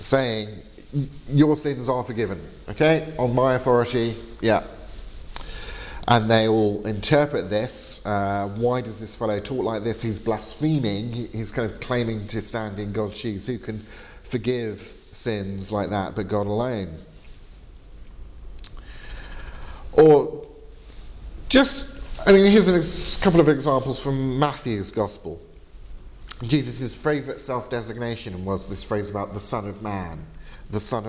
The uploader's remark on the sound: Lecture given at Gimlekollen College, NLA University, Norway on April 26th 2019